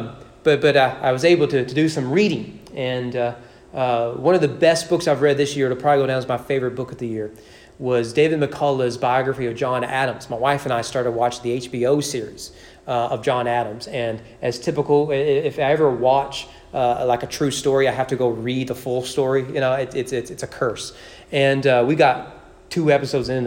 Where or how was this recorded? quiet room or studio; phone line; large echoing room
large echoing room